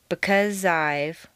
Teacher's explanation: the Z sound at the end of because and the I sound of I blend together smoothly. · Term: Liaison